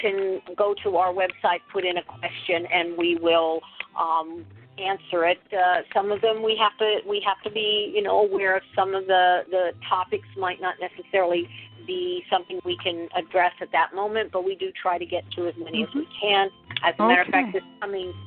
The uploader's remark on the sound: The Lucky Mojo Hoodoo Rootwork Hour is a real, live call-in show. We begin this show with a Discussion Panel.